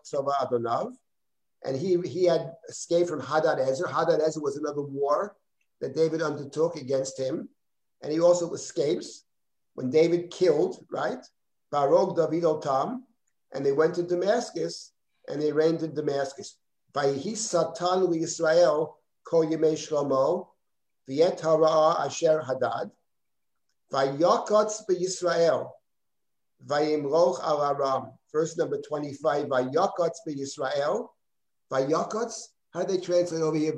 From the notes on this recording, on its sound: This audio was originally captured from Zoom